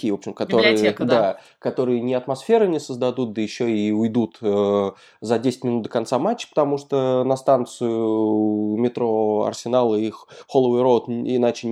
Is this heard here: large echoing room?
no